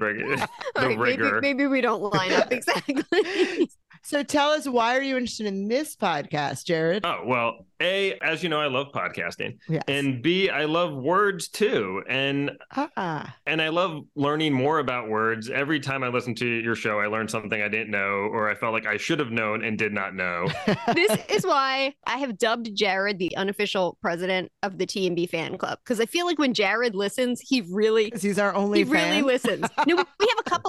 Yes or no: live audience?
no